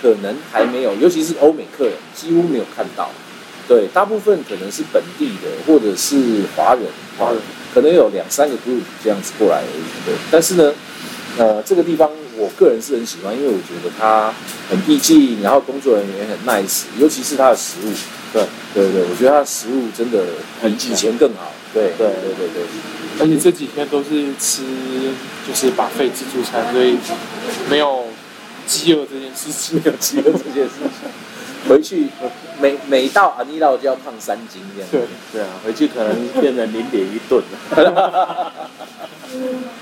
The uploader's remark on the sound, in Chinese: 我們移地來到了 菲律賓 八打雁 的 阿尼洛(Anilao)，錄製過程中因為在度假村餐廳，收音方面可能會有些許雜音，請各位聽眾多多見諒～。